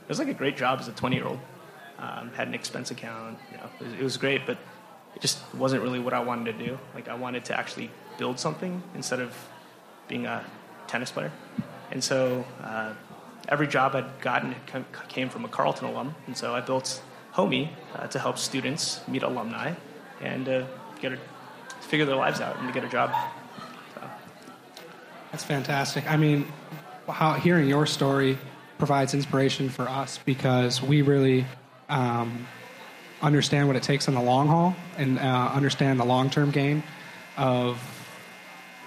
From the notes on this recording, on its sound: A live performance. A little Q&A with the Marketing Interns in the crowd. This is our first of hopefully many live shows.